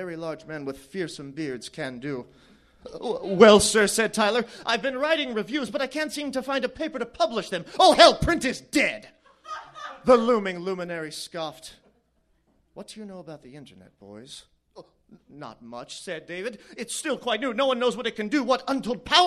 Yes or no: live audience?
yes